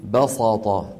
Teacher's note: يفخمون السين حتى تصير صادا تأثرا بالطاء بعدها